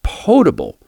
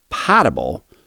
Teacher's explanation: the word potable, meaning safe to drink, is pronounced potable, long O, and not potable, short A · Shown in: first take